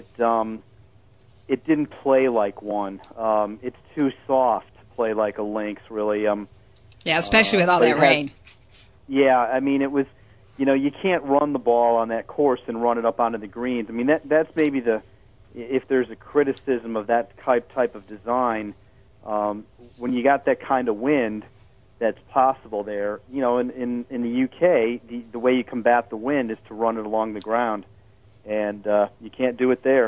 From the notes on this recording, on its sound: are in the studio and are joined on the phone